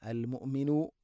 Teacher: ഹംസയുടെ ഉച്ചാരണം കൃത്യമാക്കണം. തൊണ്ടയുടെ താഴെ ഭാഗമാണ്, എന്നാൽ ഖൽഖല വരാൻ പാടില്ല